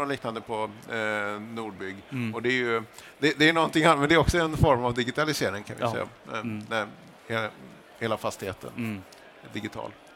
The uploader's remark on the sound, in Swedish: Nordbygg Live. Sänder live från Nordens största byggmässa.